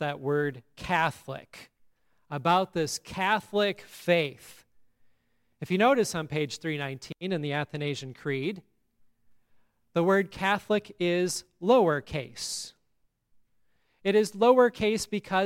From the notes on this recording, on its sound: today's sermon at Grace Evangelical Lutheran Church, Lexington, MO